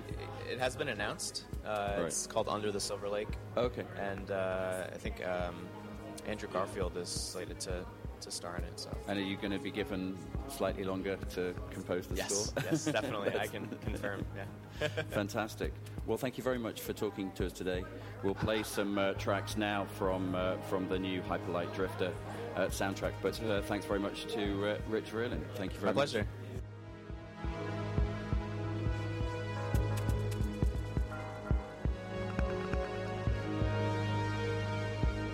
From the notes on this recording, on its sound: recorded at MoogFest